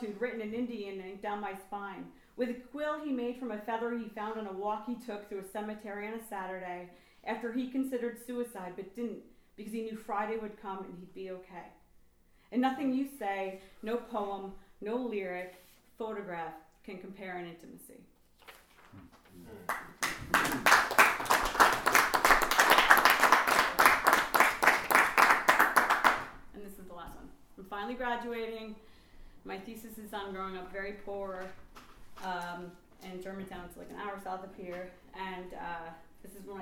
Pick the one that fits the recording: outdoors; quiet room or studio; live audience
live audience